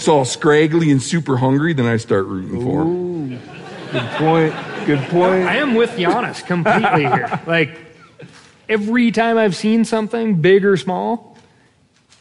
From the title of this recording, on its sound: Live from Bozeman